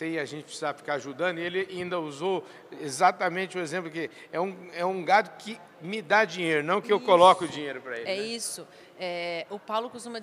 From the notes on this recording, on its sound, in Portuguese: Prosa gravada durante o Meeting Adir, realizado em Ribeirão Preto!